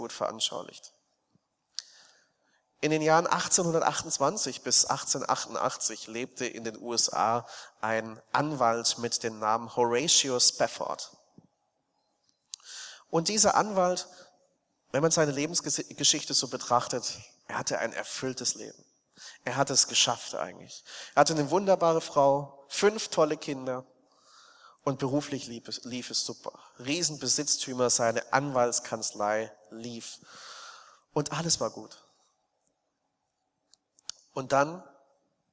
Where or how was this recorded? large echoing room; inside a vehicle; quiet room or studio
large echoing room